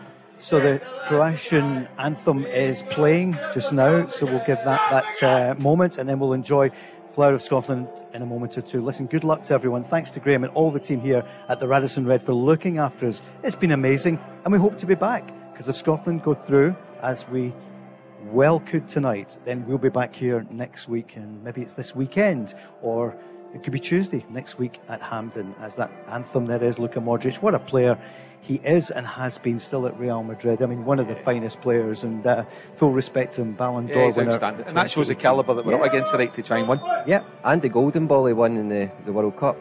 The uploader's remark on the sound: live from The Radisson Red in Glasgow